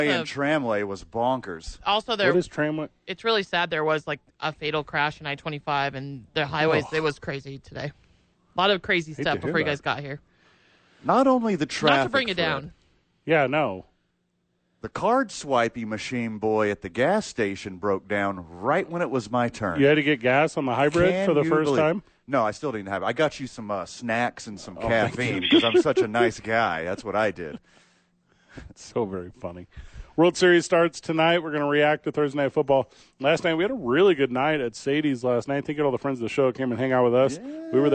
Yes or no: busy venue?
yes